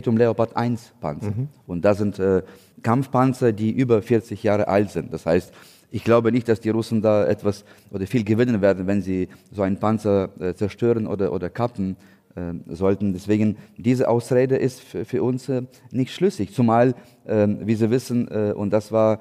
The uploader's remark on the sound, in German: das beim Podcastfestival von ZEIT ONLINE live aufgezeichnet wurde